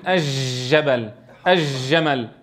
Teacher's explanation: في لهجة يعني أهل دمشق ومن حولها ينطقون الجيم رخوة